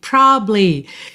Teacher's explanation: Muitas vezes essa sílaba do meio vai ser comida mesmo, tá? Depende um pouco se é letra de música, qual é a métrica da letra de música, se é fala do dia a dia, se você tá falando mais rápido ou mais devagar.